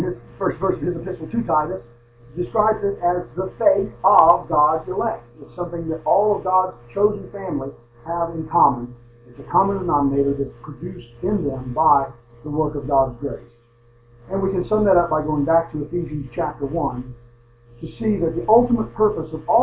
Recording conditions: poor sound quality